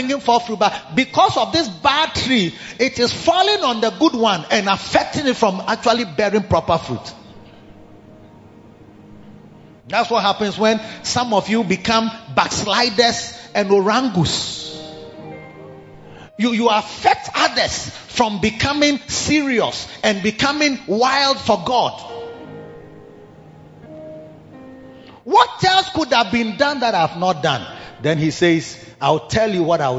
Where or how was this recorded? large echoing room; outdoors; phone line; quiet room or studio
large echoing room